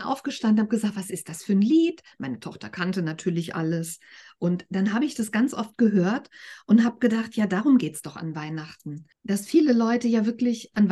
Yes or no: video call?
yes